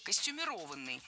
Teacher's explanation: Долгое время оно считалось неправильным, а литературной нормой был вариант с ударением на четвертом слоге «костюмированный». Но так никто не говорил, и филологи прислушались к гласу народа, норму изменили, и теперь правильное произношение «костюмированный».